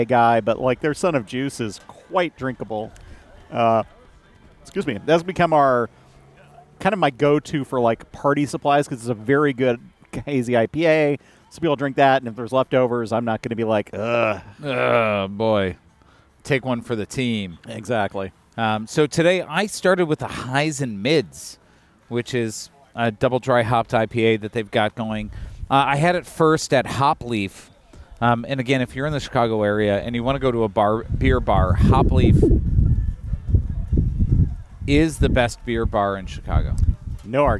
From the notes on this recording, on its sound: We’ll start with a regular full episode, recorded at Maplewood brewery, and then at the end we have some bonus content dedicated to the indictments.